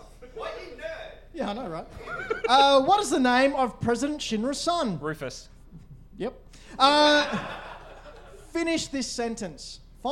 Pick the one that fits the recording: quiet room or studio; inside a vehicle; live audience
live audience